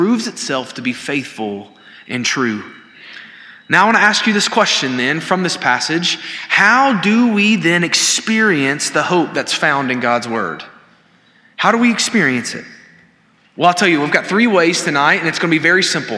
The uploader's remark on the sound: This sermon was delivered on April 19, 2023 at First Baptist Church Hendersonville, NC during the Wednesday night Bible study hour.